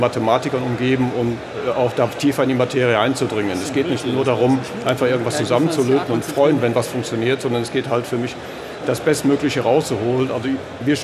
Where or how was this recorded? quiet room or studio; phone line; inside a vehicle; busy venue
busy venue